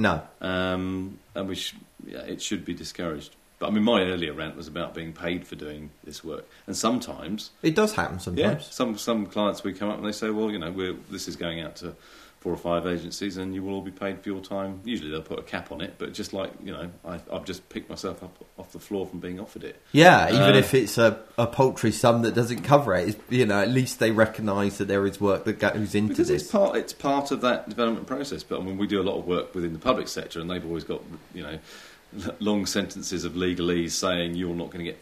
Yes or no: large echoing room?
no